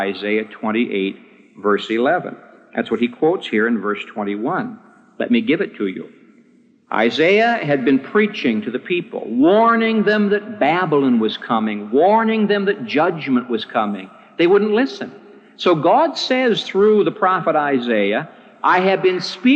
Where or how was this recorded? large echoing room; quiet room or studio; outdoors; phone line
large echoing room